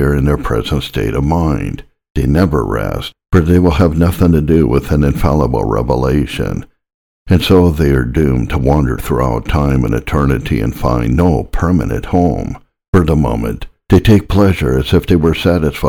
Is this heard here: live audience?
no